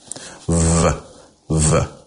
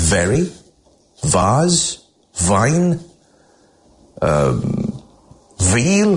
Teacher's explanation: feel a buzz as your lip touches your teeth